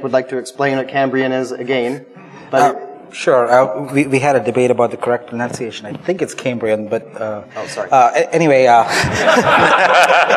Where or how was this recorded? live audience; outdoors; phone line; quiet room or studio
live audience